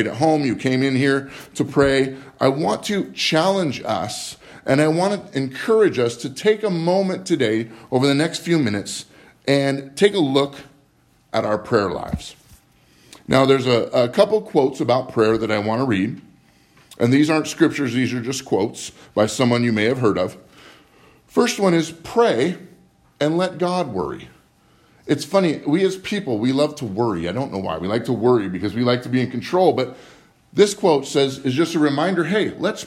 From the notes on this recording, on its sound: Live From Living Word Lutheran Church